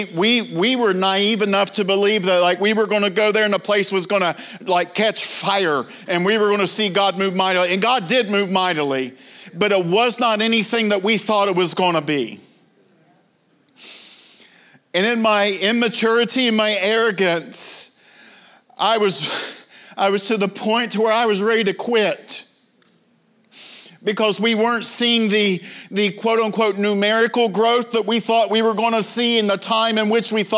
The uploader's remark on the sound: This is from the TUE Evening session from the 2023 conference.